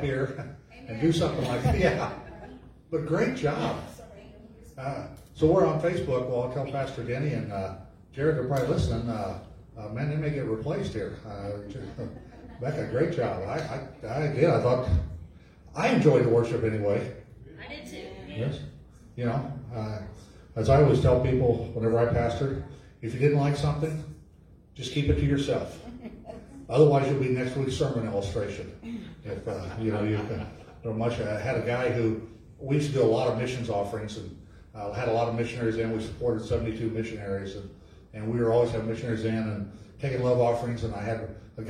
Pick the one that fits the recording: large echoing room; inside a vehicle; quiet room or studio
large echoing room